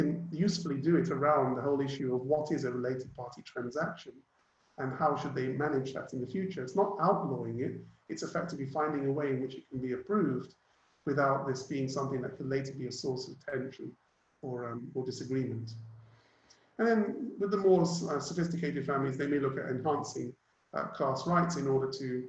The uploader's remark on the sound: Webinar audio recording dated 26 Aug 2020